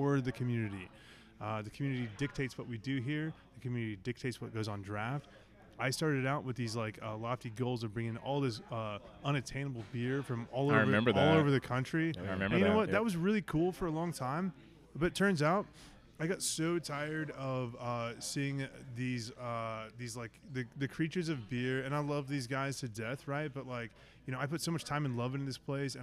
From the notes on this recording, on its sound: LIVE at The Sinkhole. A live recording of The Mo Head Y'all Show at The Sinkhole Craft Beer Bar in Bloomington, IN!